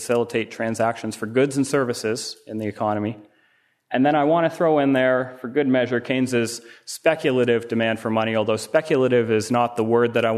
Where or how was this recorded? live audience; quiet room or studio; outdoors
live audience